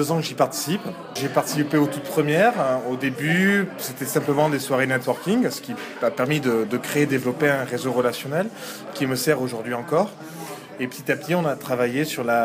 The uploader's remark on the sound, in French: Une interview enregistrée le 24 avril 2014 lors de la soirée Apéro RH de Lille.